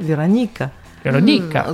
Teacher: dans le mot Véronica, on accentue le I, donc ça donne Véronique